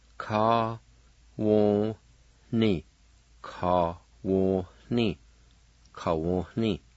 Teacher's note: There's an H sound right before the N. Ka. Wo ni, like this.